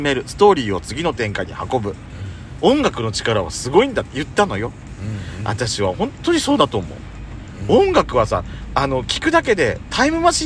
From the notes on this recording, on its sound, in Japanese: パーキング収録